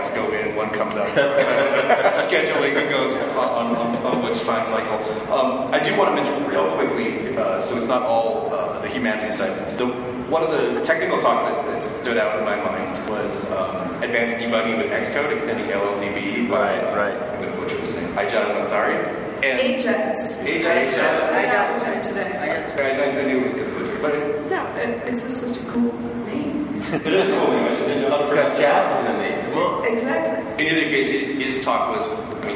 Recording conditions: poor sound quality